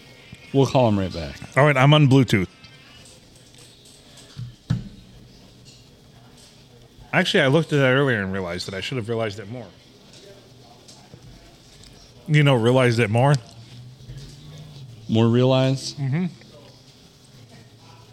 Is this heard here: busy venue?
yes